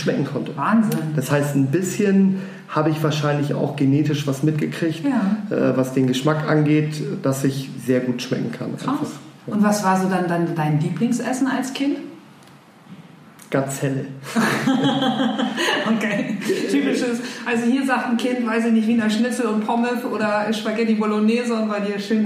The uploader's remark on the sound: Eat.share.live - restart 2019.